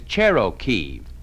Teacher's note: You notice you roll the R in Cherokee.